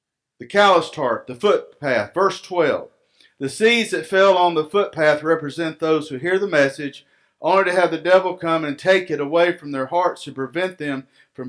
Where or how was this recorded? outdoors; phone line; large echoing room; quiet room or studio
large echoing room